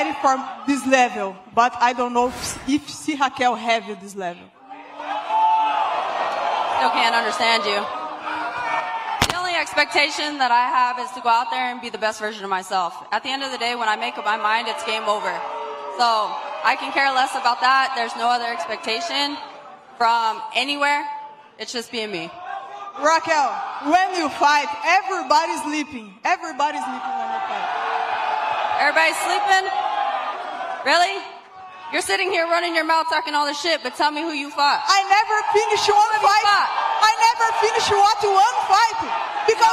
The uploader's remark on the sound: Pre-Fight Press Conference (AMP'd).